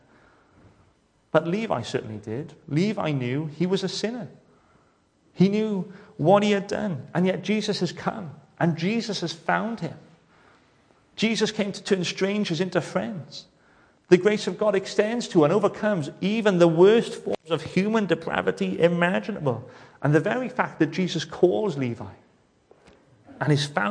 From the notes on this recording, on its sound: welcome to Bethel Evangelical Church in Gorseinon